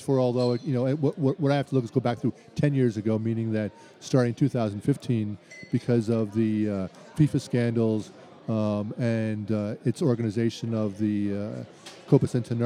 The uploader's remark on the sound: Live at the Bar of the US Soccer AGM